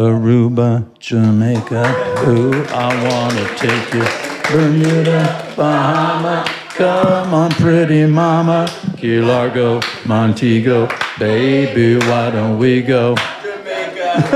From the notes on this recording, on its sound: I did this interview LIVE in New York.